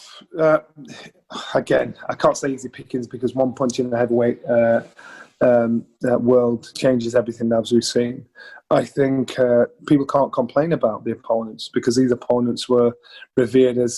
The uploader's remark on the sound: via Zoom